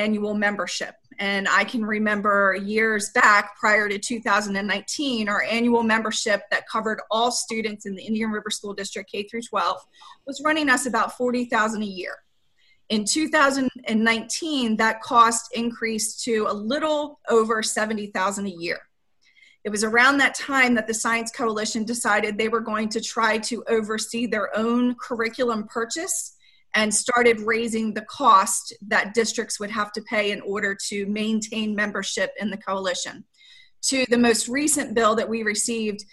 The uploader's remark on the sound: This meeting was conducted online using the Zoom video conferencing platform.